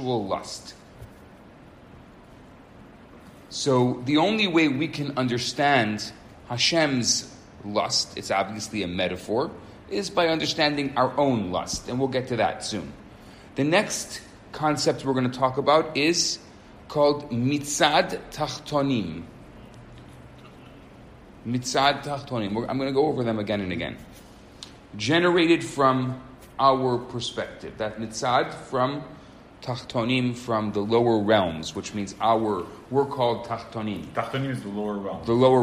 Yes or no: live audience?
yes